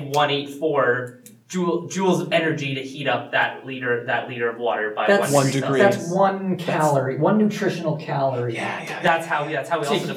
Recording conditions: poor sound quality